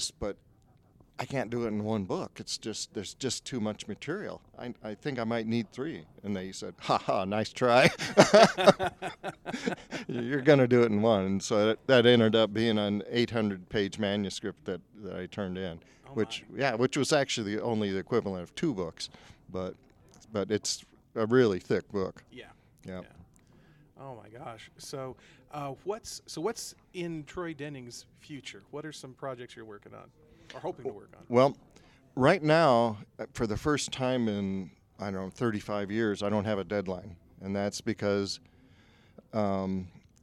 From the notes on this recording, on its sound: Author Interviews Live From FanX.